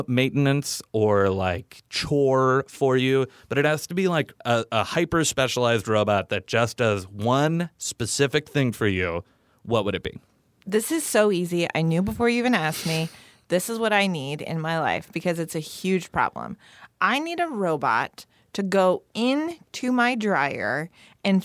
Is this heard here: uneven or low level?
no